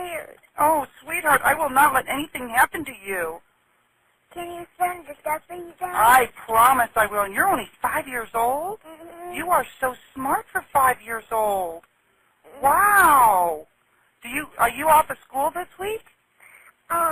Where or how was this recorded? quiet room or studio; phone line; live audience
phone line